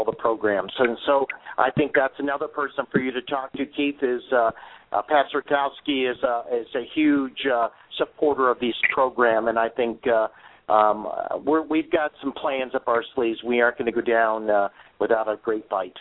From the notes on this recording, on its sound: We even got a surprise call-in